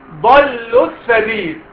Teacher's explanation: الالف اتحذفت واللام اتحذفت